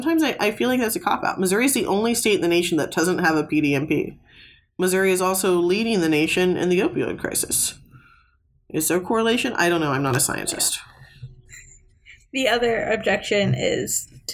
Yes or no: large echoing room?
no